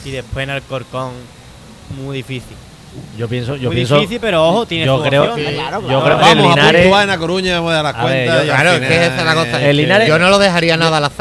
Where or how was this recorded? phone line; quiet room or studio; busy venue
busy venue